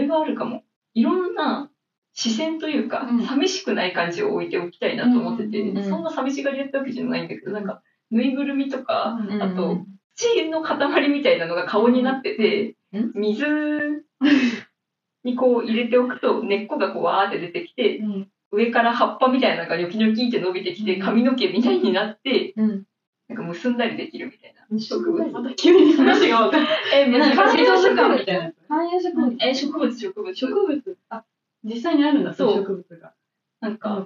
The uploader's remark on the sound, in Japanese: 機材トラブルのため、全体的に音声がこもって聞こえづらいです